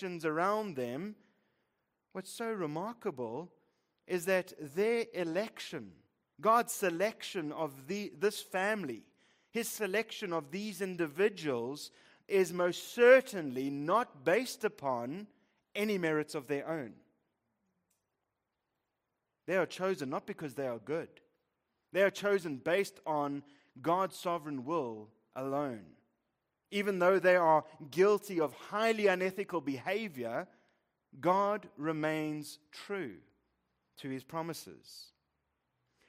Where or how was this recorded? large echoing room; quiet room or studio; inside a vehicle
large echoing room